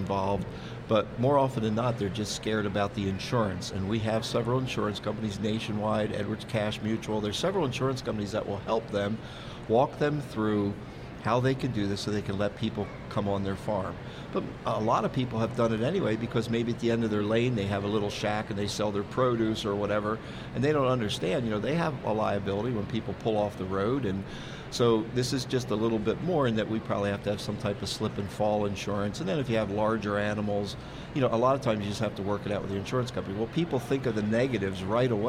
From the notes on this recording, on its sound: Smart Talk live from 2017 Farm Show! Smart Talk makes our annual visit to the Pennsylvania State Farm Show for a live broadcast Tuesday.